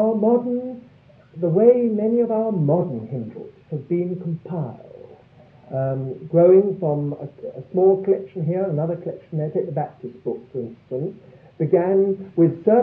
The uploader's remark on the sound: Audio quality is very poor